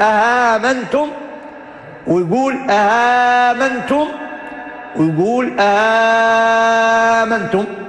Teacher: اللي هي الهمزة الثانية المسهلة، وهذا ما يسمى عنده بالبدل المغير بالتسهيل. يمد الهمزة حركتين زي بقية القراء، هذا القصر، ثم بعد ذلك يمدها أربع حركات، هذا التوسط، ثم يمدها ست حركات اللي هو المد، يقول أهامنتم ويقول آمنتم ويقول آمنتم، يعني يحقق فيها أوجه البدل الثلاث، هذا ما يسمى عنده بالبدل المغير بالتسهيل.